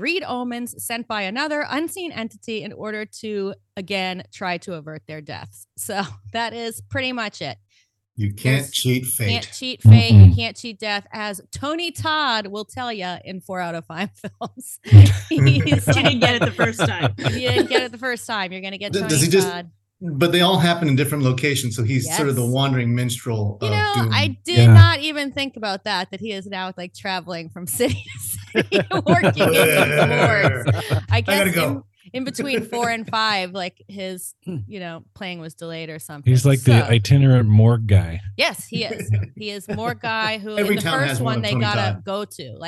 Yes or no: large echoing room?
no